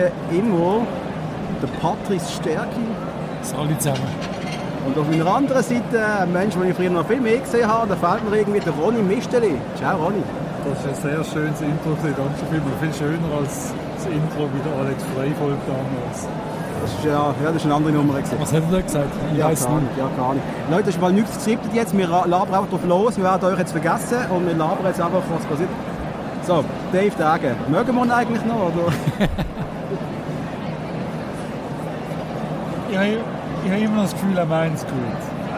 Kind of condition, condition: setting, busy venue